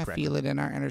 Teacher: So the emphasis is on feel.